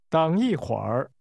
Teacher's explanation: The tones in that expression are falling, rising, falling,and falling, rising.